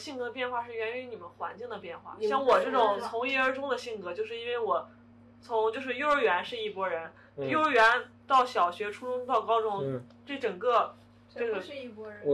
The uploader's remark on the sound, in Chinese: 本期音质有点炸，请大家多多包涵